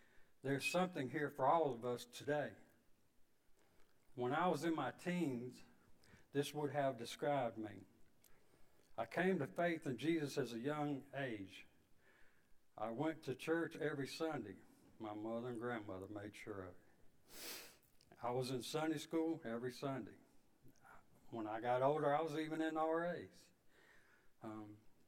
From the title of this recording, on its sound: Sunday evening service 11/6/22